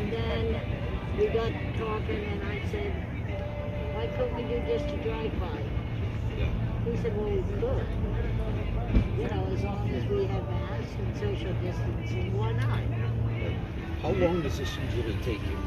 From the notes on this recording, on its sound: In this episode we go live on location at the Christmas light display by a Brother Shriner called “Wonderland at Roseville”